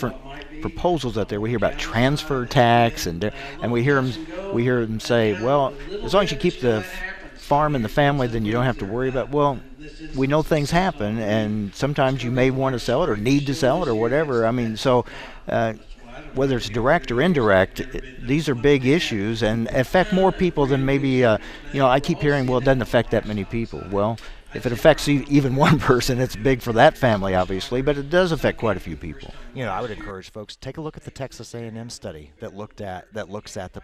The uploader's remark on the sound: reports live from the Missouri State Fair in Sedalia, MO!